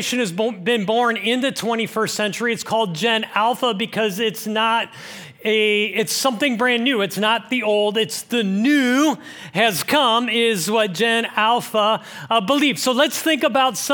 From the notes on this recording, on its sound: This message was originally preached at Highpoint Church on Sunday, July 23, 2023